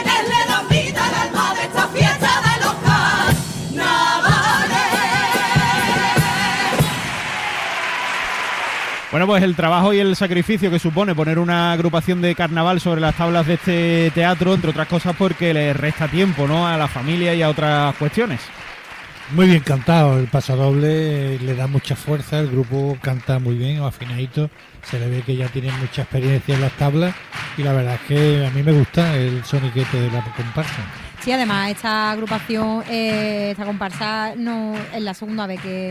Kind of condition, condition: setting, live audience